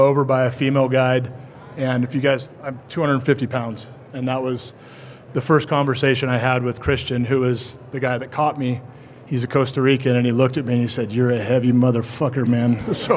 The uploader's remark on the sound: This episode is recorded with an audience of river guides and outfitters.